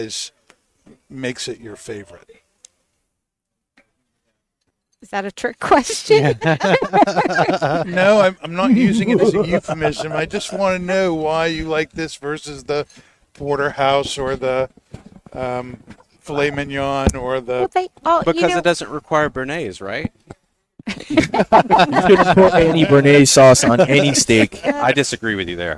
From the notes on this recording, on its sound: Recorded live from the 7-20-4 Lounge!